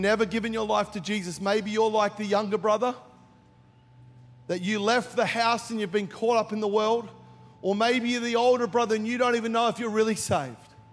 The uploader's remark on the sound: Recorded during our 5pm service on Sunday.